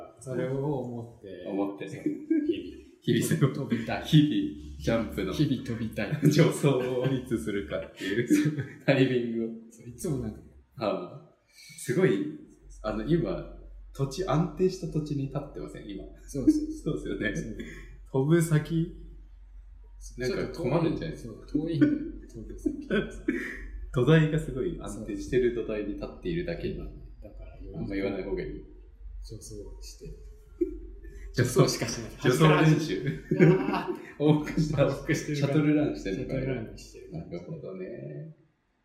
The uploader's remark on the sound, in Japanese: 今回はいつもと違う環境での収録なので、少しばかりエコー味があります。